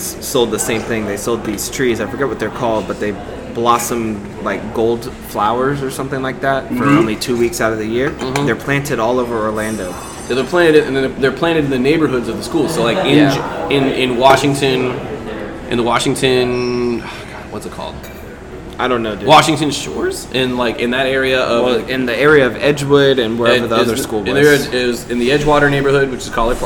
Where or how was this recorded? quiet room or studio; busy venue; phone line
busy venue